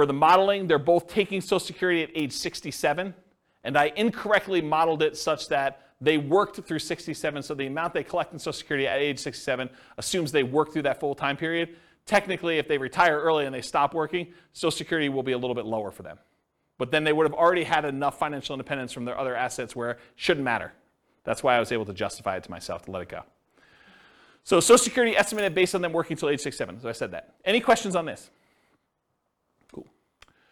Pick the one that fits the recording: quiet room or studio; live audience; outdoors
live audience